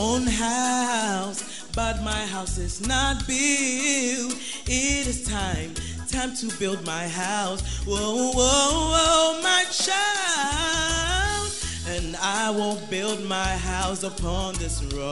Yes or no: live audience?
yes